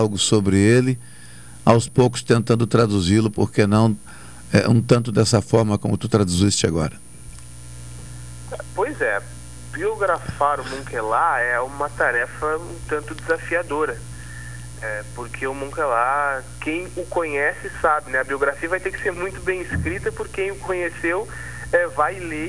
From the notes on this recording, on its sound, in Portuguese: Por telefone.